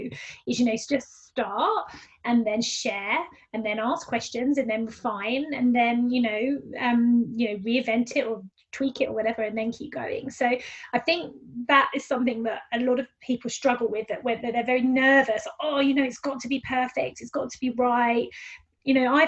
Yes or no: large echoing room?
no